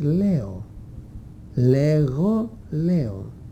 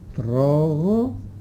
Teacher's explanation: Άλλοτε η γλώσσα το αποβάλλει ανάμεσα σε δυο φωνήεντα · Shown in: first take